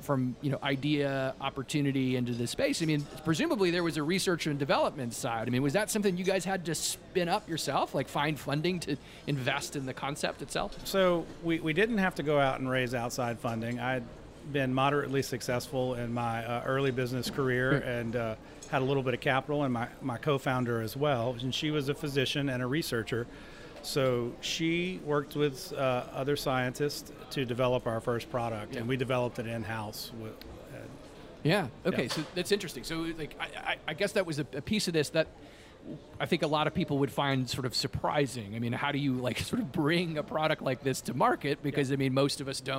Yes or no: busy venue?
yes